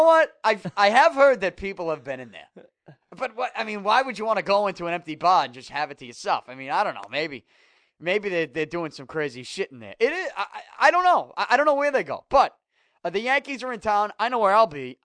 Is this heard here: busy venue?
no